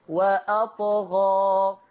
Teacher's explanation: مكني الطاء حتى لا تخرج تشبه صوت الضاد